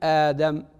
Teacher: وتعودنا في الرسم الإملائي الحديث أن نكتب ألفا عليه مدة من فوق، لكن النطق في حقيقته هو همزة يليها ألف